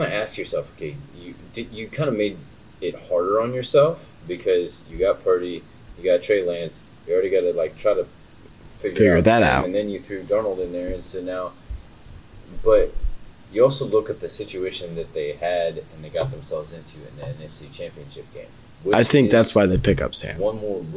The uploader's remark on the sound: We are back for season 2 with brand new mics (leading to some technical difficulties we will fix next week).